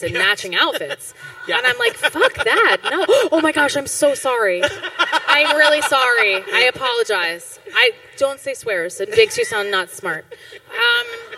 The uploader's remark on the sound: Live on the main stage at Broadway con. In front of 2500 people.